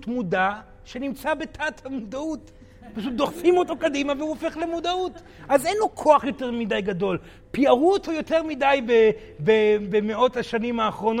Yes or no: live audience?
yes